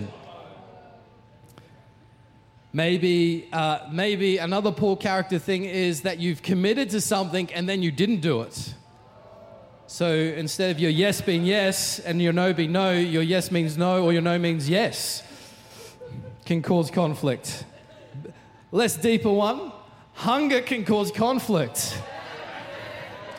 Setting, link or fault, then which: setting, large echoing room